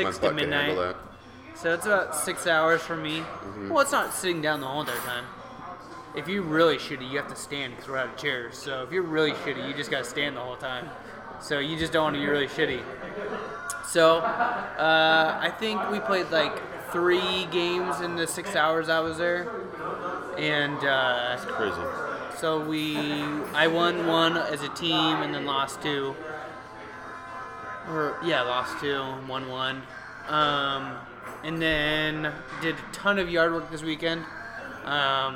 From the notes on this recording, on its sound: we are live from another brewery